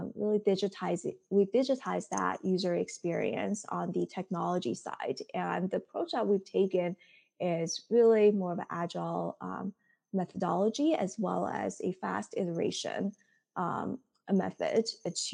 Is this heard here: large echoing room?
no